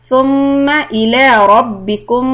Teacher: ميم شاد hold ثم tip of the tongue out for letter ثا